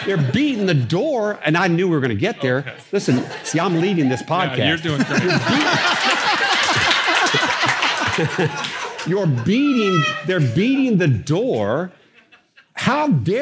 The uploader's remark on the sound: Recorded in front of a live audience at the Soma Family Retreat.